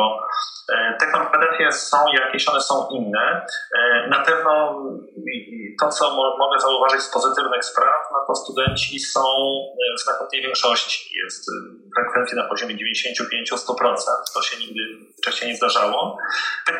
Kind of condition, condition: fault, poor sound quality